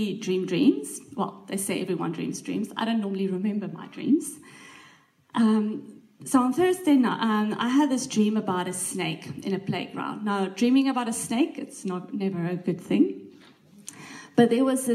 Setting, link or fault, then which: setting, live audience